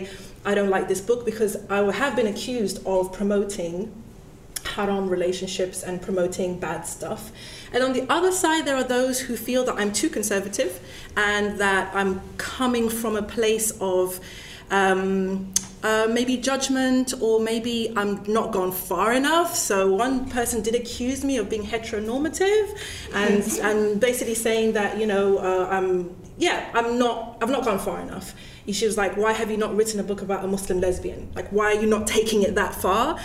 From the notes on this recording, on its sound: This podcast was recorded at an event for International Women's Day.